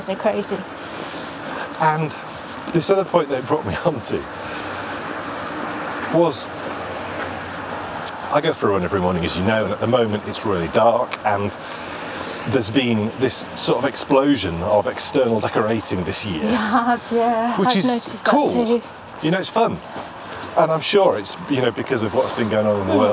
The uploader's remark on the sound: This is a day we traditionally head out for a walk. As we walk and talk.